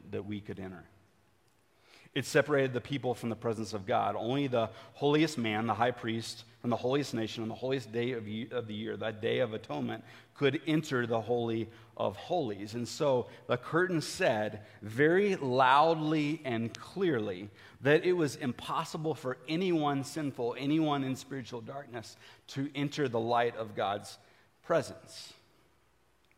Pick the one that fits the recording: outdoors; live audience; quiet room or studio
live audience